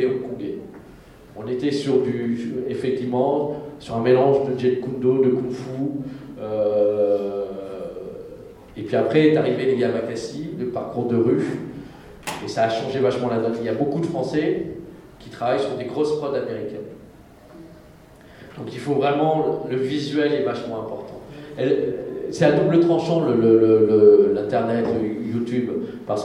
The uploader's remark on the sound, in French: Conférence TGS Springbreak 2017.